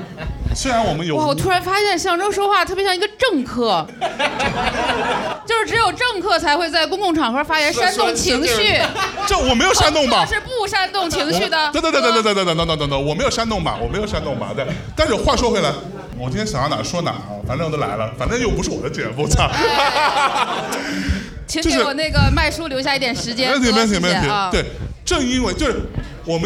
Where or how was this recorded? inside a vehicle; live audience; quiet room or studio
live audience